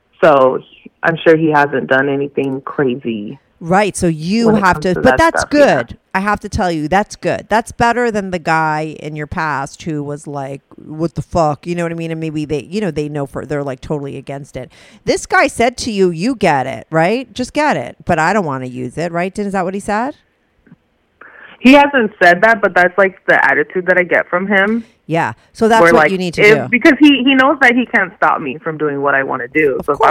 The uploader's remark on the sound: she call in to talk all about it